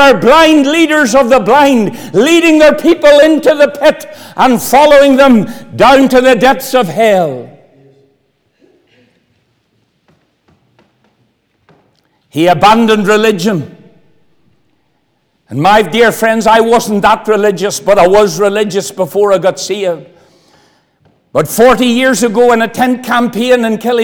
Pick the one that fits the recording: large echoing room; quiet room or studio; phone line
large echoing room